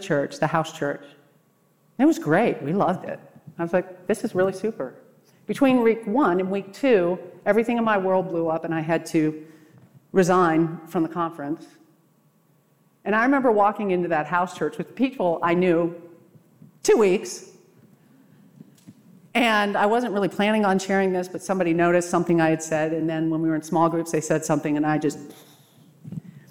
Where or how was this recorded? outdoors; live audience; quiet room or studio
live audience